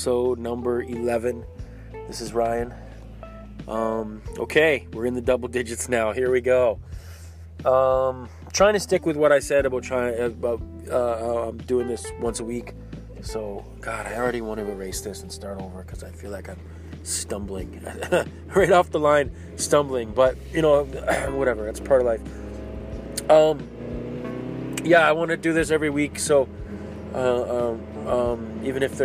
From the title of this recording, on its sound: Driving and talking...